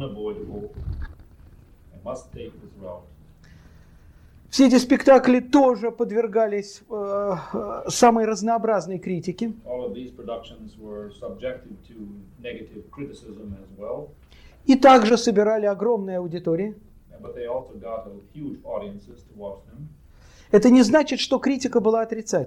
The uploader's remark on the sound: delivered at the University of Kansas on April 2, 1987 as part of the Russian Writers in Residence program.